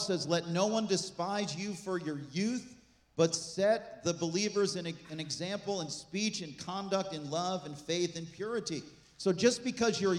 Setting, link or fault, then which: setting, large echoing room